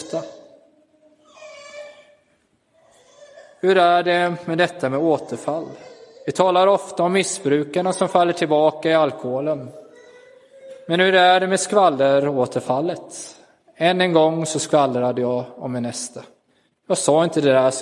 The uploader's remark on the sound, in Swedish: Inspelad i Roseniuskyrkan den 16 april 2023.